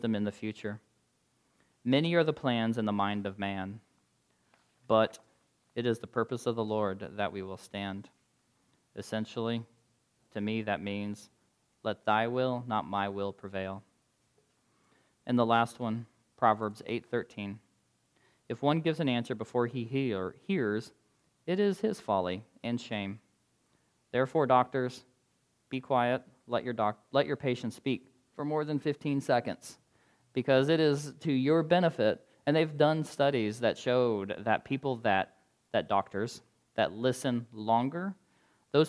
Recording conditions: large echoing room